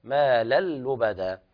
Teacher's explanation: إضغام نون التنوين في اللام بغير غنة، إضغام كامل بغير غنة